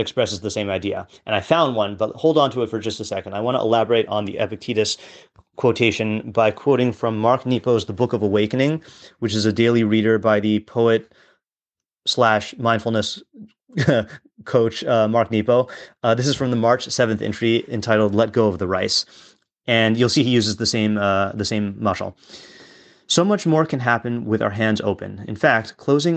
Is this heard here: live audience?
no